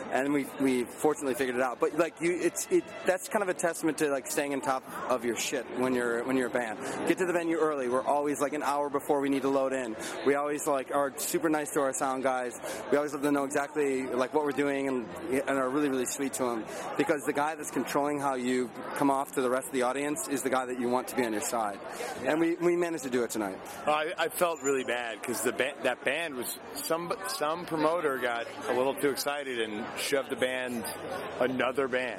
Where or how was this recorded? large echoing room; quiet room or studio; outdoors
outdoors